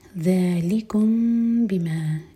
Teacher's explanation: آئی number 75 ذلكم بما، M T مین کے بعد با ہے تو ہم اخفاء شفی ادا کریں گے. मीम को होल्ड करेंगे लेकिन होठों को टाइट बंद नहीं करेंगे और फिर बा पढ़ेंगे